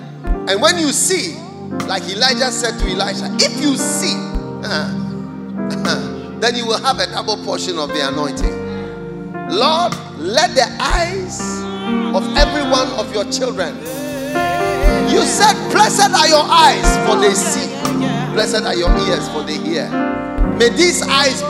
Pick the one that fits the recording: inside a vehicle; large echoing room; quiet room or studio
large echoing room